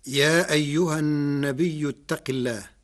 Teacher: قرأ ورش كلمة النبي بالهمز بعد الياء الساكنة فتصير مدا متصلا يمد قدر 6 حركات